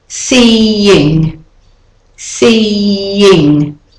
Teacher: to get from the E to the I, we put in an intrusive y.